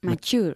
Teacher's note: se pronuncia mature, con un sonido de la che.